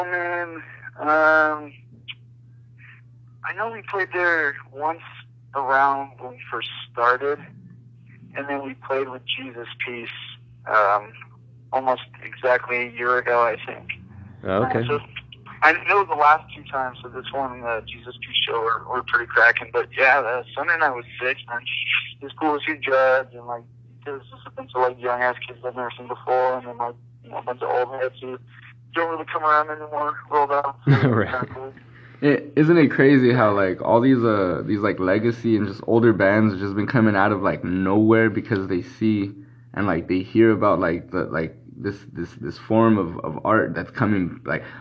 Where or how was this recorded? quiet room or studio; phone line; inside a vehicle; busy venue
phone line